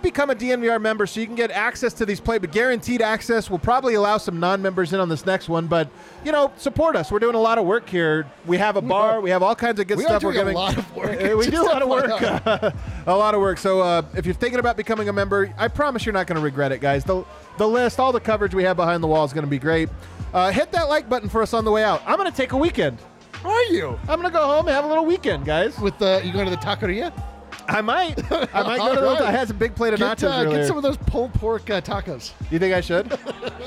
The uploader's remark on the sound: Live from the Winner's Lounge